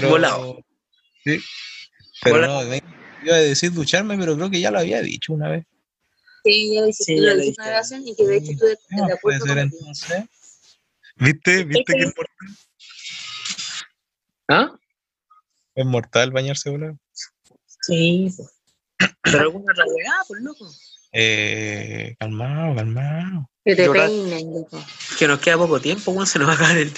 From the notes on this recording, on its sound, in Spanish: O intentando grabar por zoom. Capítulo especial....con sonido especialmente malo xD. Intentamos grabar por zoom y el contenido nos quedo super bueno!....aunque la calidad del capítulo no lo es tanto.